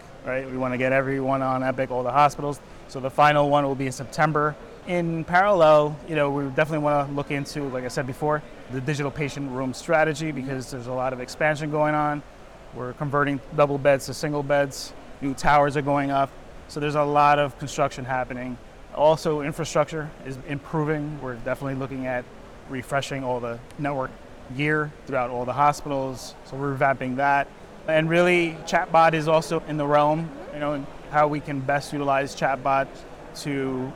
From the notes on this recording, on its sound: live from the 2023 CHIME Fall Forum